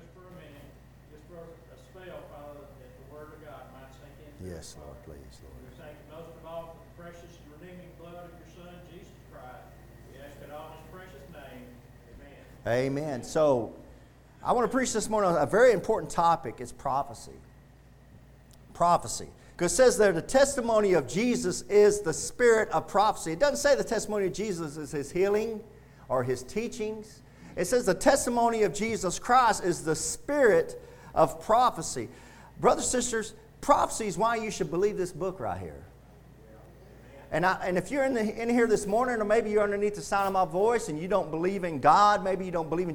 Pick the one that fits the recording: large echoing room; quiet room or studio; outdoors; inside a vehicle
large echoing room